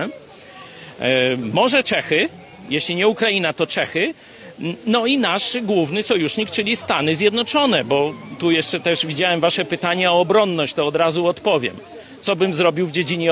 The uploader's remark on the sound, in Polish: przeprowadzony na Placu Litewskim w Lublinie